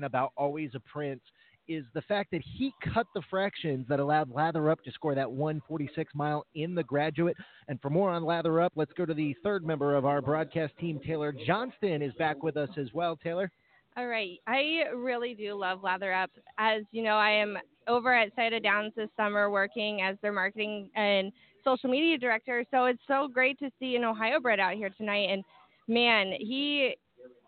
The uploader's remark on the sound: live from Harrah’s Hoosier Park in Anderson, Ind.